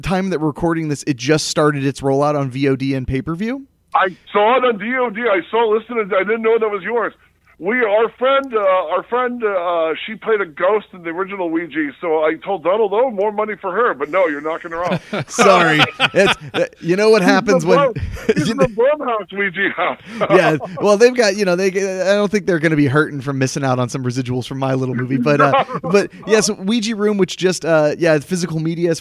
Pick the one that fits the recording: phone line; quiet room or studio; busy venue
phone line